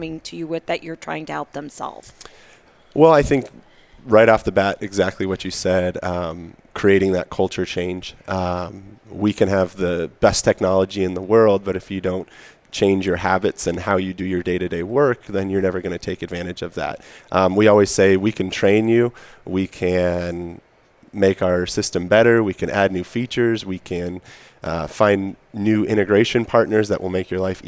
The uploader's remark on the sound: Live from AICPA Engage 2018